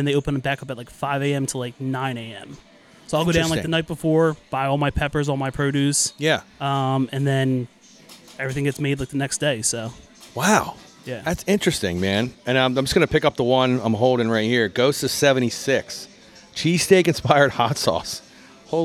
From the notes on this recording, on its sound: I was on location at Johnny's Pizza in Bryn Mawr